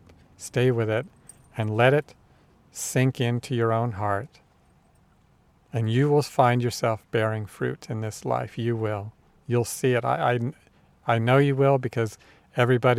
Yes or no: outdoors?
yes